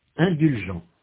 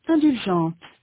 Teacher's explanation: Notez que la consonne finale n'est pas prononcée au masculin, mais qu'elle est prononcée au féminin.